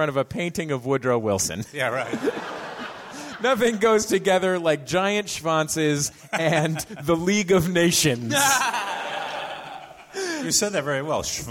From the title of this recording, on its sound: Live in San Francisco